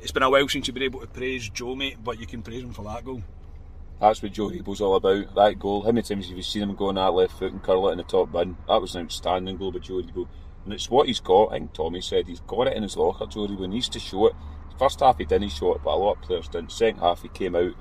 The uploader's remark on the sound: Reaction from the car